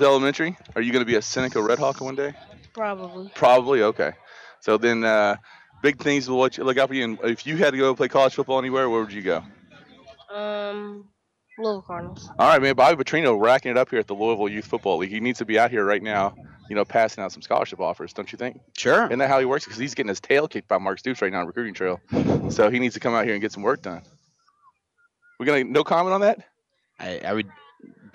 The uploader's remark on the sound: LIVE from Skyview Park, for the LYFL Pigskin Preview.